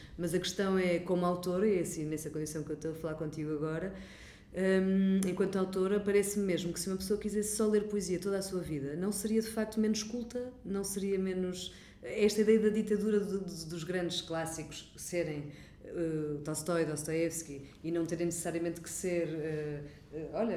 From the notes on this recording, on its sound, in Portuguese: Numa conversa gravada nas Correntes d’Escritas.